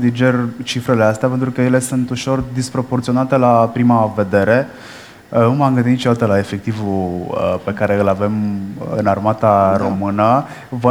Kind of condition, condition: setting, busy venue